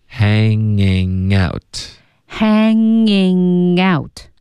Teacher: 所有的鼻音都是靠后鼻音的，大家练这一段的时候要注意不要动舌尖，它只是后鼻音连读 hangingout，然后 out 的 t 省略，Hanging out with her.